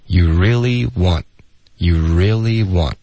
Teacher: want 的特我们会省略